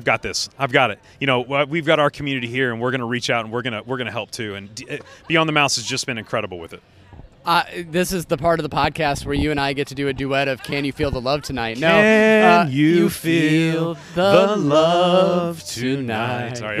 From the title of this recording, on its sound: RunDisney Live from the Boardwalk